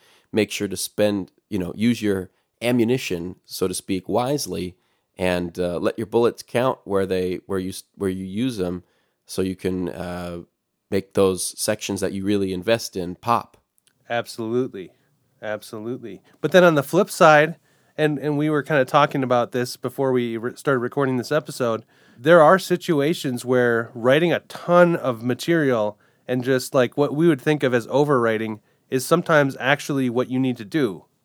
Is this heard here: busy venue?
no